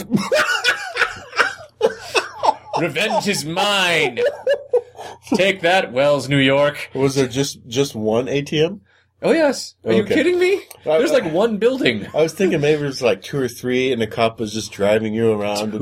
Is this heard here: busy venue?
no